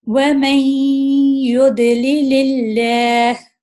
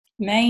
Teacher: تو یہ نون جو ساکن کی آواز ہے وہ میرے ناک میں چھپی ہوئی ہے، تو اسے چھپانا ہے تھوڑی سی اور آواز کرنی ہے، وَمَنْ يُدْلِلِ اللَّهُ تو یہ ہم گناہ کر کے پڑھ رہے ہیں.